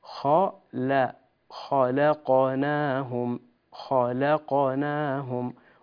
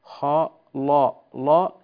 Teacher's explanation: كلمة خلقناهم، رقق اللام فيها، ونبهنا أحبتي الكرام إلى هذا الموضع سابقا، اللام في كلمة خلقناهم وقعت هي مرققة ووقعت بين مفخمين · Shown in: first take